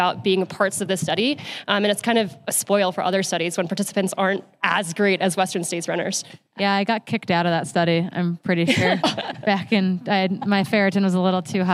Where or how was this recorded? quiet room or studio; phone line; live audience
live audience